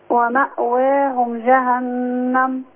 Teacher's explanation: الميم ما فيهاش غنة الميم اوعي تغني في الميم الغنة على النون بس